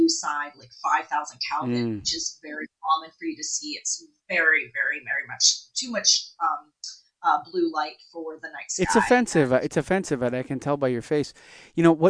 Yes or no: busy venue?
no